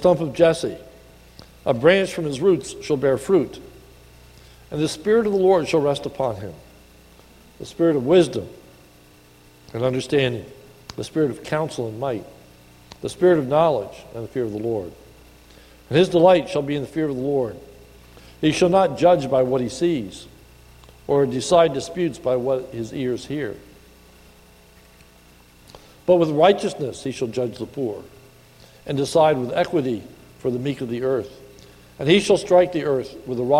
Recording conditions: large echoing room